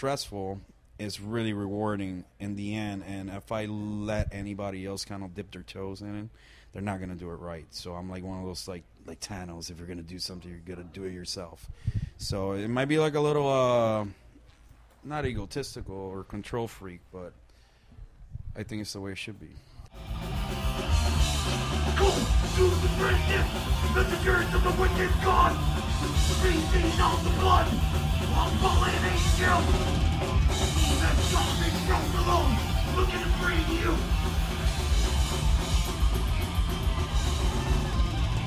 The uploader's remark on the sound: at the Whisky A Go-Go in West Hollywood, CA + live show footage for Last Rockers TV!